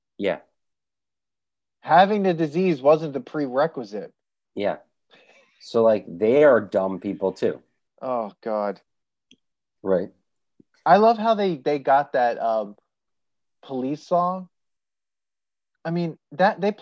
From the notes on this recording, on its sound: We recorded this on November 16, 2020, on Zoom so there are some small sound discrepancies